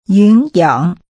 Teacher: The tones are rising and falling rising.